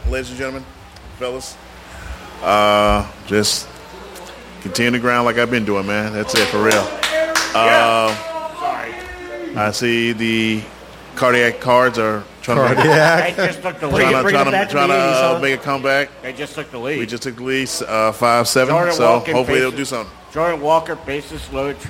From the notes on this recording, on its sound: Chatting live from the breezy patio of Pepper's Bar & Grill on an unusual cool August night in South St. Louis. A new attendee of the live performance.